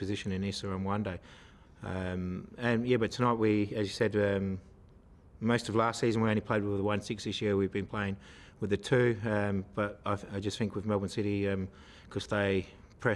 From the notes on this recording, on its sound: Post-Match Press Conference. At AAMI Park on Tuesday night.